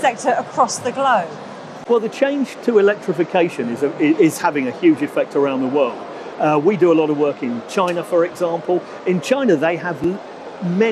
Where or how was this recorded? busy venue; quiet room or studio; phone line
busy venue